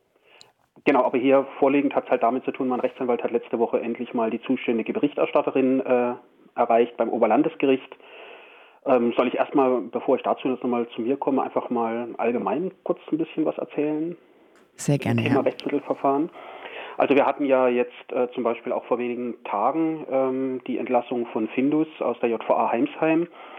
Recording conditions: phone line